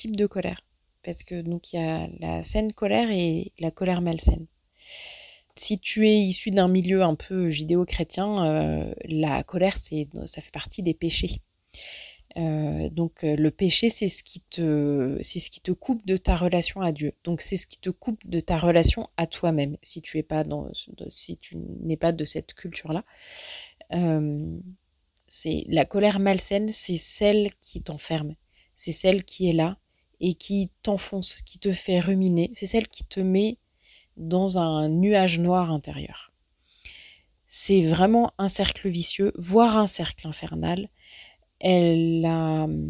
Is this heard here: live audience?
no